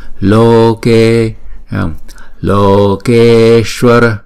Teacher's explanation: Chữ O và chữ E thì chúng ta mỗi chữ kéo dài hai nhịp.